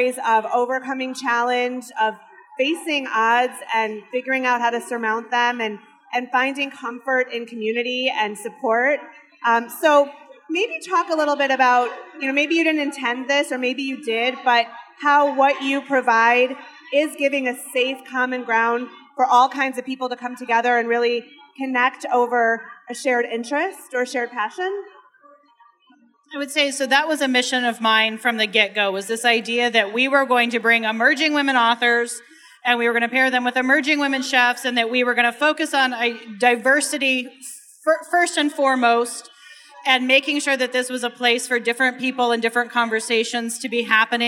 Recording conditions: live audience